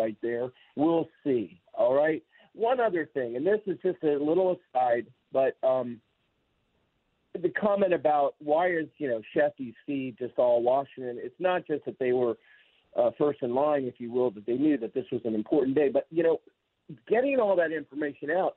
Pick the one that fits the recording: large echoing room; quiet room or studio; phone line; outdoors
phone line